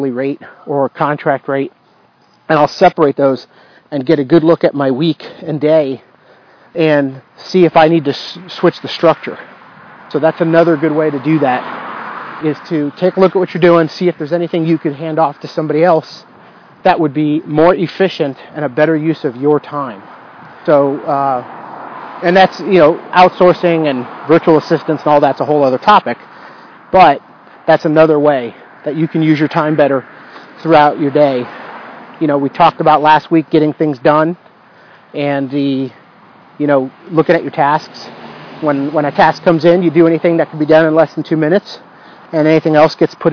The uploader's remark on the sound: In this episode, I am walking outside, leveraging a chance to get fresh air and exercise, while recording a podcast. Dictamus – Used to record the episode (I later found that I could have increased the quality of the recording, oh well).